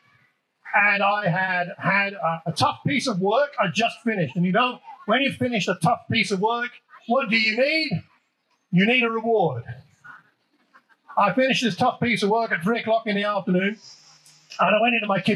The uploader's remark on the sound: The annual outdoor service at Wellington Country Park was a delightfully hot day.